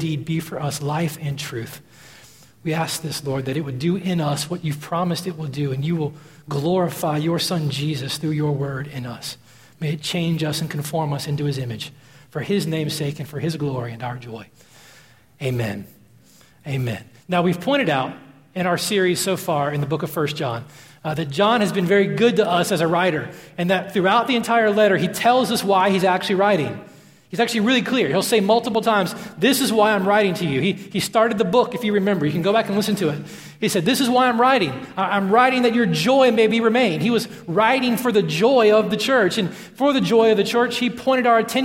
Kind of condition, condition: setting, large echoing room